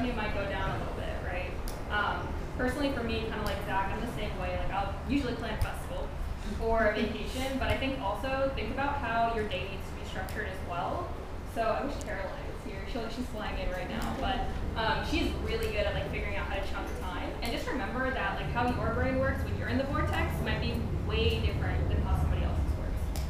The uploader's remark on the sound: Live Lecture PTBI Retreat 2021.